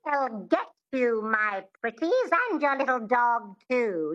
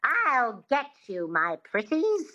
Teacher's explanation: So a lot of people think the transatlantic accent is nasal, but it's not. It has this twang, which is the epiglottis, which is just behind the vocal cords in the throat.